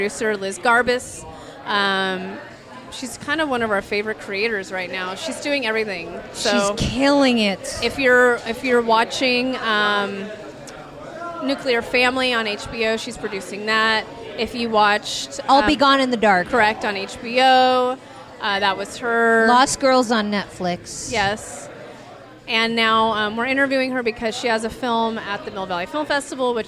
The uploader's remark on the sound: Recorded on location at the 2am Club , one of our favorite (and maybe only?) dive bars in Mill Valley.